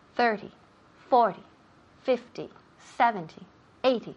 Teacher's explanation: But when we have 30, 40, 50, 70, 80, the emphasis falls on the first syllable.